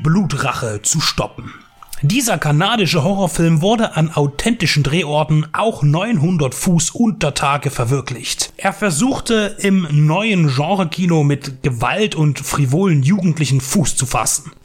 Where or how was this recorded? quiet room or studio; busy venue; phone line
quiet room or studio